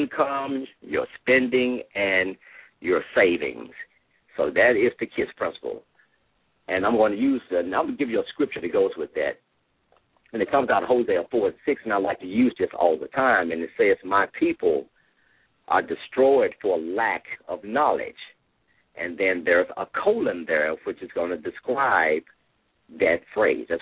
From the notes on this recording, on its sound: LML uses a progressive live call in format.